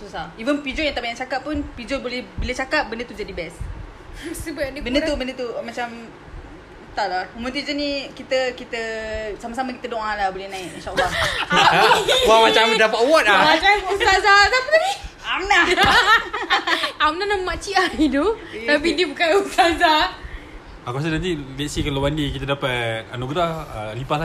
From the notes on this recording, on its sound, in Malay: Maaf, as usual kami record sambil lepak, kuat sngt pula bunyi kunyah keropok roda dan plastik dia.